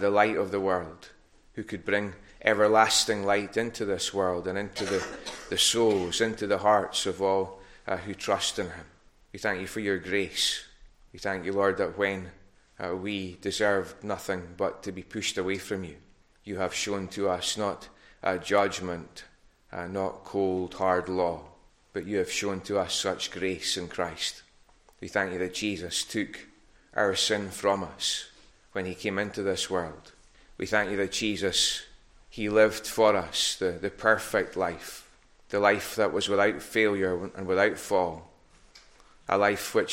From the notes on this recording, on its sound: recorded at North Harris Free Church on morning of Sunday 12th December 2021